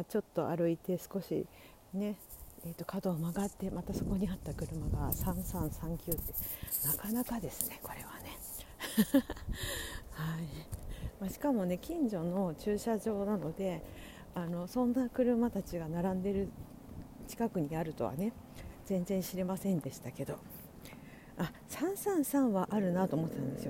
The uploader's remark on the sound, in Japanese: 歩きながら徒然と from Radiotalk。